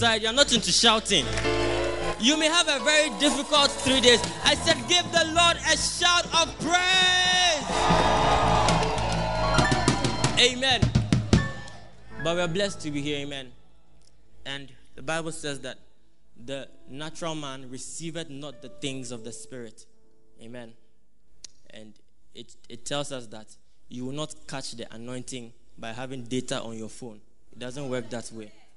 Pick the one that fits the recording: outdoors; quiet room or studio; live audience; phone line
live audience